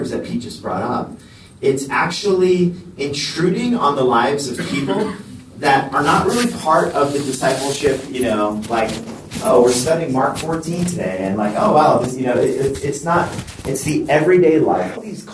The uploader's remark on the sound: recorded at the National Disciple Making Forum